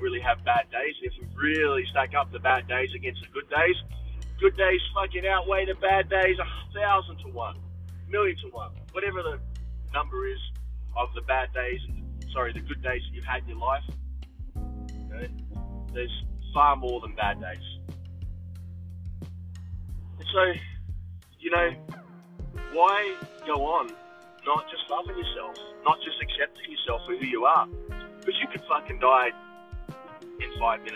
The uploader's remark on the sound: On the way to work in my car.